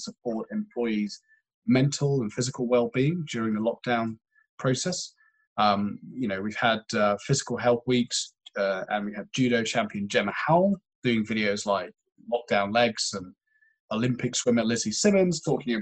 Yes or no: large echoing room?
no